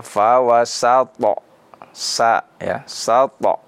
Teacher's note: Jadi bukan ditebalkan atau diisti'lakan, sehingga menjadi yang harusnya sin menjadi sad.